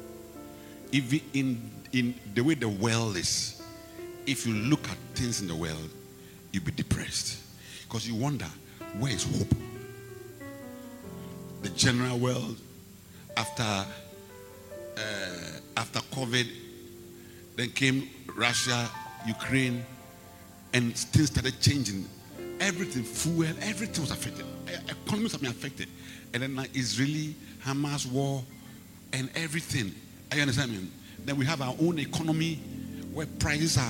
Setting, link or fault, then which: setting, large echoing room